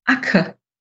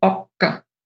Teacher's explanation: Ganz grob, also in Vorarlberg sagt man Acker. Und im Rest Österreichs wird dieses A aber als O ausgesprochen · Shown in: second take